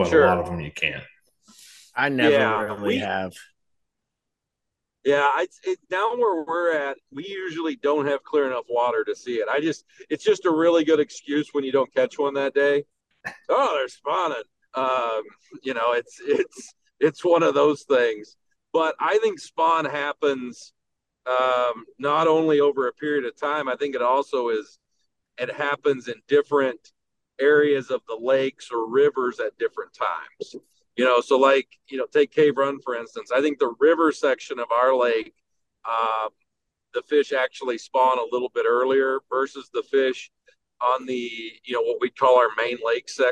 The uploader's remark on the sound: while he drives home from the Milwaukee Musky Expo